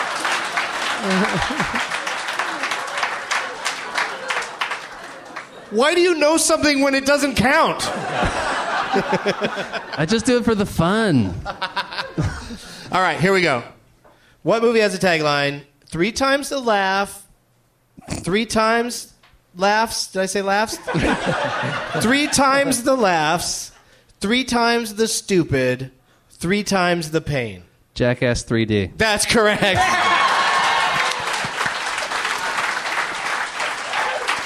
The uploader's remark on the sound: Live from the Helium Comedy Club in Philadelphia